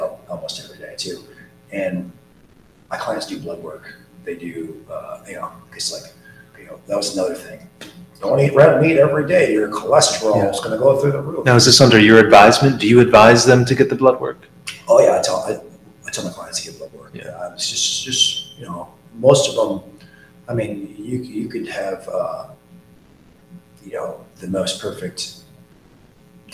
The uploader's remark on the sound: Apologies for the sound quality